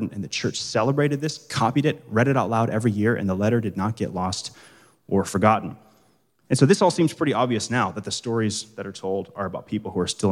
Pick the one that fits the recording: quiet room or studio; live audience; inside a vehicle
live audience